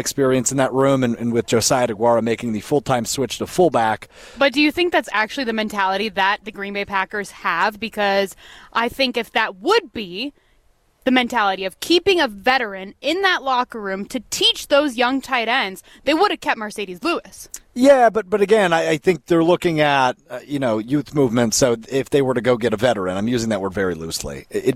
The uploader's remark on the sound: Live from the Pleasant View Golf Course for the Short Game Golf Outing in partnership with Community Around the Children's Hospital.